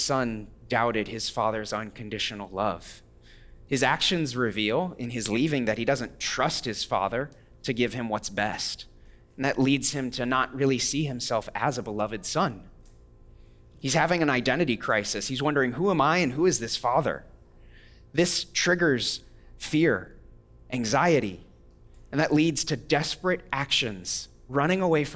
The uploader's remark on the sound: audio from New City Church in Champaign-Urbana, IL